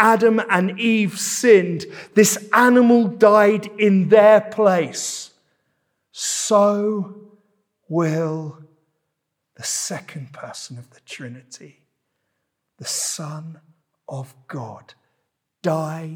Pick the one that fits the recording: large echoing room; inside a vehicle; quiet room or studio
large echoing room